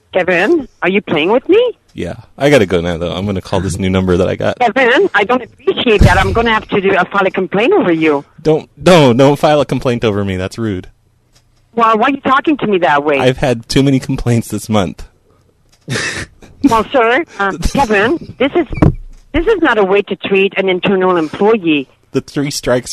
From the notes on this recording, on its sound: …'s Personal Prank Phone Calls Collection.